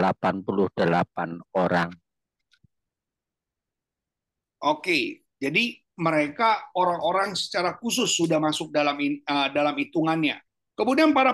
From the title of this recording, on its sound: Audio Zoominar